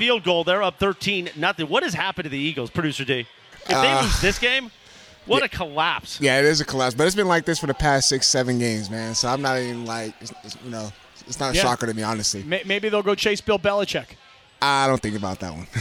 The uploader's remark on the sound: Live from Yaamava